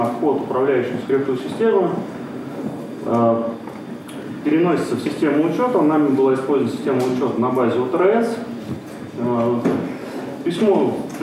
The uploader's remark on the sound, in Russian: ZeroNights2014. ZeroNights 2014 и «Открытая безопасность» представляют аудиозапись докладов с конференции. Workshop 1, Defensive track.